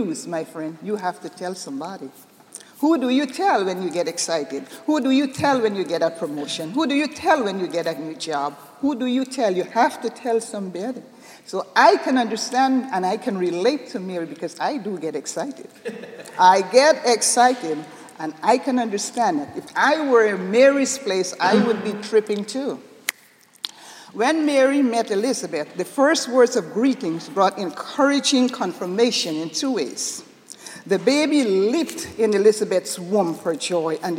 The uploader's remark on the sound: This sermon was delivered on Sunday, December 11, 2011 at Jan Hus Presbyterian Church and Neighborhood House in New York City.